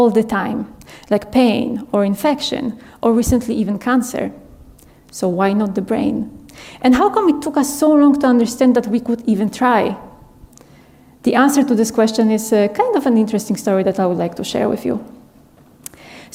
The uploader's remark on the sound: This talk was filmed and recorded in March 2023 at the Paris Talks Ideas Festival at the Bibliothèque Nationale de France in Paris (France).